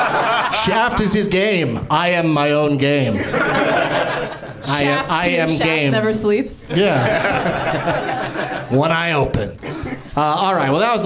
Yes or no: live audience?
yes